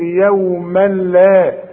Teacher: فعند الوقف هتقول يوما، وعند الوصل ادغام كامل بدون غنة هنقول يوما لا.